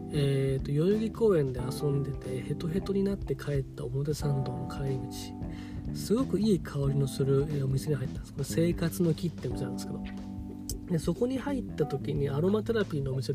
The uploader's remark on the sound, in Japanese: 車の中から配信中。スマホのマイクが逆になってて撮り直した回。